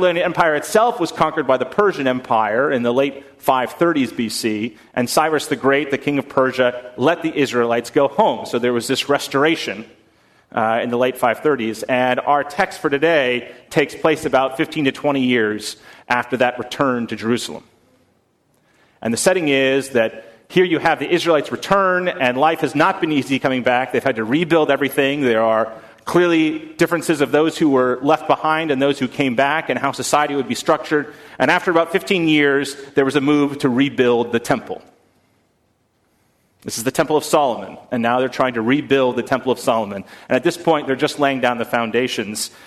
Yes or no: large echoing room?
yes